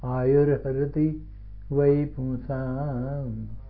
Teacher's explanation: When two words come together, this visarga is converted into ra, R. So please, it becomes one word.